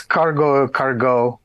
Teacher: It just sounds better to my ear when you put a stress on the last syllable.